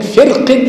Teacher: اللي رقق اعتد بالكسرتين، كسر قبلها وكسر بعدها، لأن حرف قف مش حرف إطباق، حرف ضعف بالكسرة، فكأنه عمل معاملة الإيه الحرف المرقق، فترقق الراء ما فيش حاجة قوية تديها التفخيم، فرق. ولكن أرجح المذهب الأرجح عند القراء أن تفخم اعتدادا باستعلاء القف. هناك شباب حركتها هي القف حرف استعلاء، ما دام حرف استعلاء حتى لو كان مكسور يبقى ده له ايه له تأثير على الراء، فتفخم الافضل.